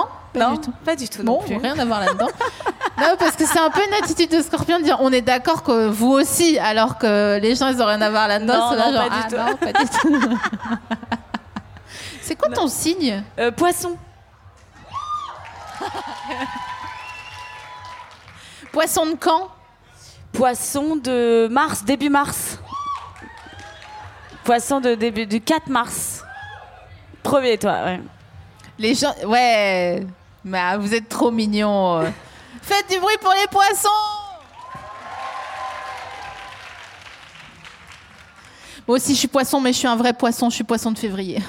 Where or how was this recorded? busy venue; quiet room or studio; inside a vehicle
busy venue